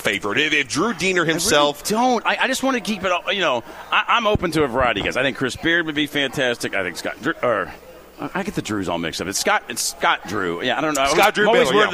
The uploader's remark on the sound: Broadcasting live from BW3s on Westport Road!